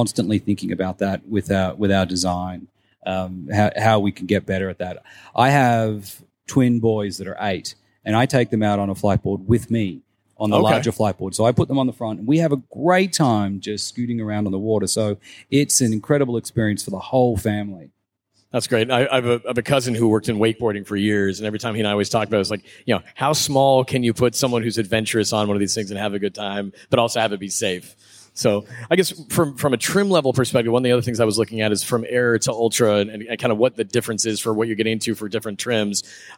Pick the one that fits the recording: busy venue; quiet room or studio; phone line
busy venue